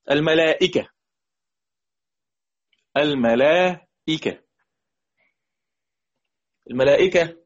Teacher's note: الملائكة همزة مكسورة وقبلها ألف مد